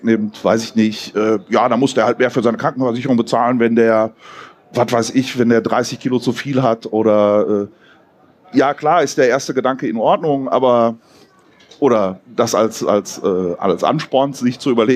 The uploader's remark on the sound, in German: 33c3-sendezentrum. Live vom 33C3.